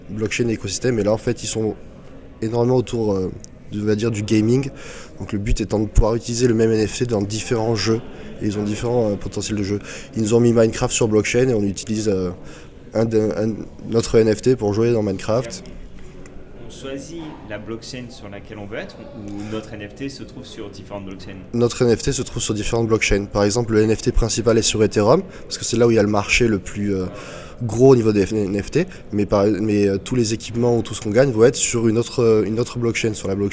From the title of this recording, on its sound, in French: en direct du Parisdot.com (Polkadot)